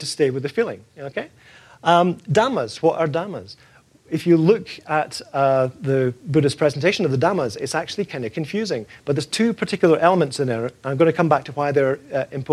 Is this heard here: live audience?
yes